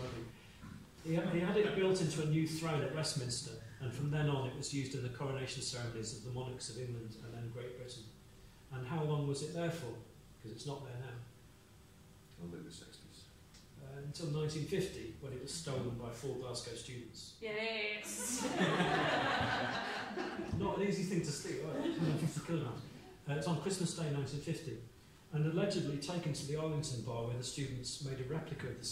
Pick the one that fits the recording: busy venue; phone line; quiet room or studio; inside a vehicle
busy venue